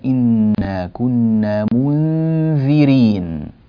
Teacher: ولا يجوز إبدال الذال زايا كما يفعله بعض الناس